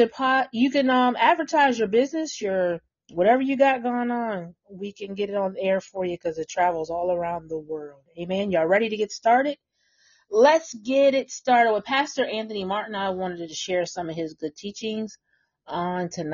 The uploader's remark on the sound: sound (technical issues)